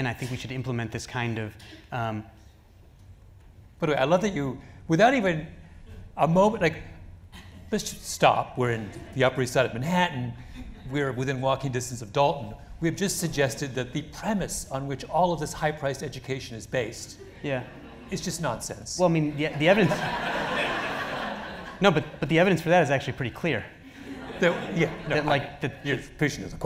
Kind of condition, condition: setting, live audience